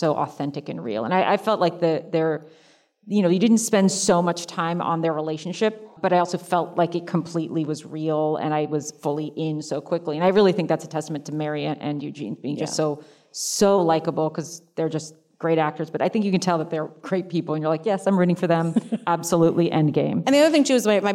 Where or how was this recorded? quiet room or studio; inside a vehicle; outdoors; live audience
live audience